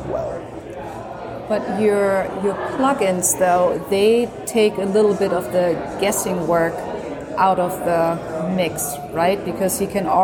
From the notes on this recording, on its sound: In this special bonus episode recorded at the Passive House Network Conference.